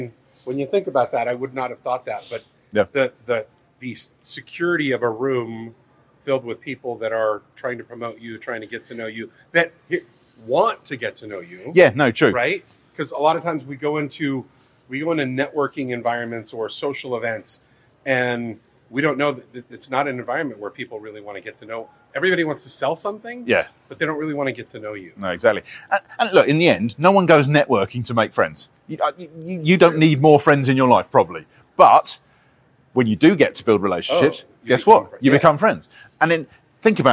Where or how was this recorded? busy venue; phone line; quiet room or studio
busy venue